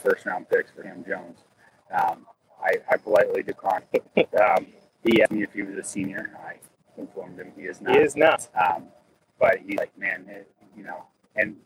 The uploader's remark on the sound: Recorded LIVE from Lebanon. This episode was recorded live via iPad in the parking lot near Earl Boltz Stadium in Lebanon about 30 mins. Following the conclusion of the game. The audio quality is poor and the stream drops out repeatedly.